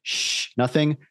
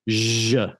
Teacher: there's no voice. You don't feel your vocal folds engaged. And then with the zh, you do